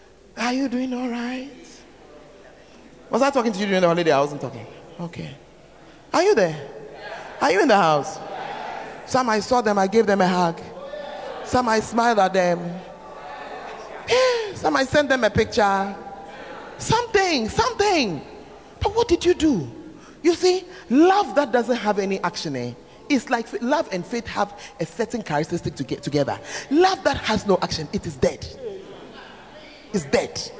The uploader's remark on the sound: Preached At The 12 Foundations Of The Bacenta Camp